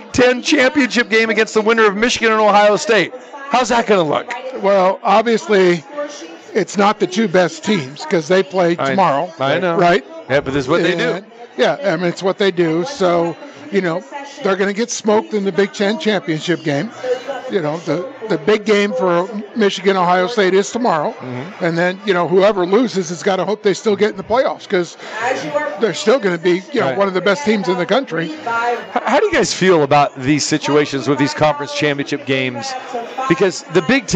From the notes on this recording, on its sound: Live from the Super Book at Westgate Las Vegas.